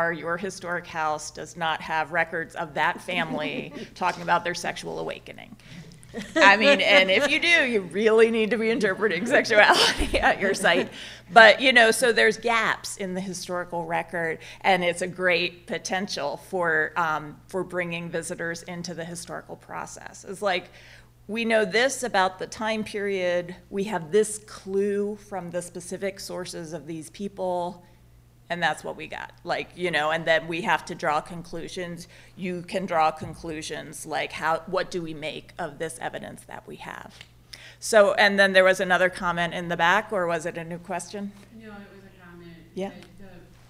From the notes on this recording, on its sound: 2018 AASLH Annual Meeting Session Recording Recorded in Kansas City, MO September 27, 2018